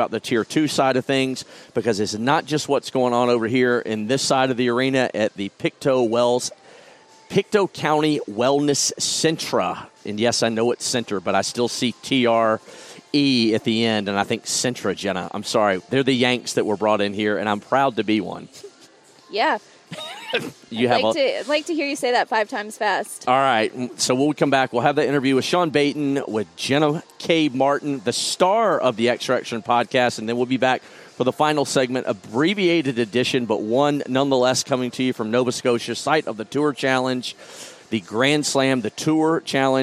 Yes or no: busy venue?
yes